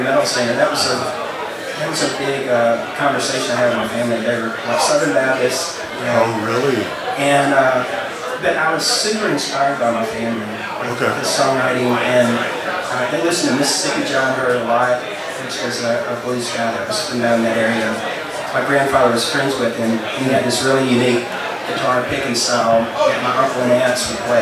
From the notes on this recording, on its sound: The Songwriting and Collaboration Panel from the Nashville Rock n Pod Expo. I wish the sound quality was better.